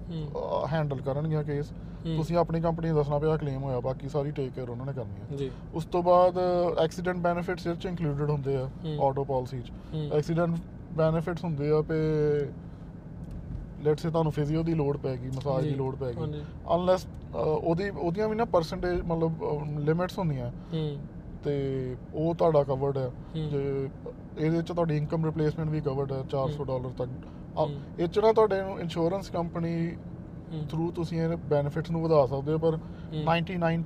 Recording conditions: inside a vehicle